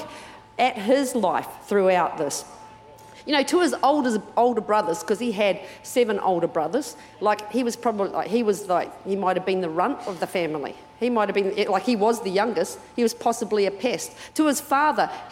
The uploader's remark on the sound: Recorded during our 9am service